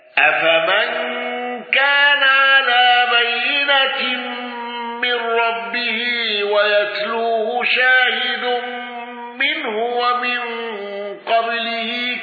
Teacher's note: بالإشباع وترك الغنة وإمالة موسى أفمن كان على بينة من ربه ويتلوه شاهد منه ومن قبله